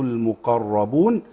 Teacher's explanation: المقربون نراعي تفخيم القاف والراء